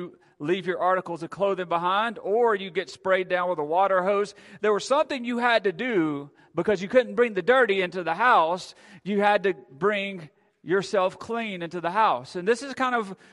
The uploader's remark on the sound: Recorded at Friendship Baptist Church on March 16th at 11am and 5pm.